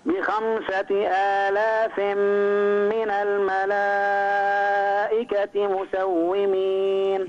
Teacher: مد الملائكة أربع حركات